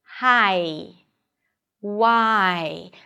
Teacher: Here you drop your jaw for an ah sound, that's a front vowel, and then your tongue rolls up and moves forward for the e.